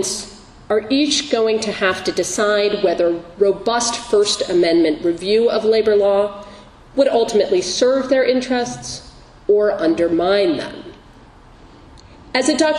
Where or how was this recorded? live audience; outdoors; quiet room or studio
live audience